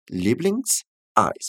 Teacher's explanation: A gente não vai falar Lieblings-Eis, não, porque o S do final de Lieblings permanece separado da palavra Eis